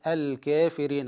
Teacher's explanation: الأداء الصحيح للتقليل عندنا يعني ثلاث درجات، عندنا فتح الكافرين، وعندنا إمالة الكافرين، وعندنا تقليل أي بين الفتح والإمالة، بين الفتح والإمالة الكبرى، التقليل أو الإمالة الصغرى التي يقرأ بها ورش الكافرين هكذا